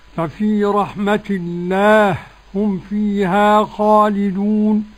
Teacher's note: ندغم للسوس على القصر والتوسط والمد